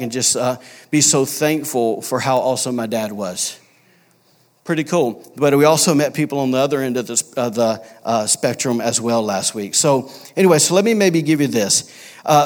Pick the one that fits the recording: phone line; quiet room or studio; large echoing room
large echoing room